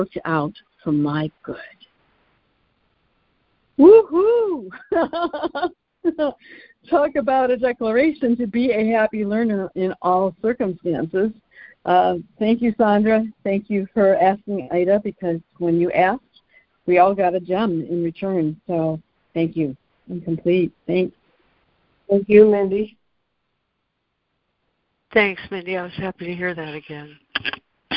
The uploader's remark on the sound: ACIM Daily Conference Call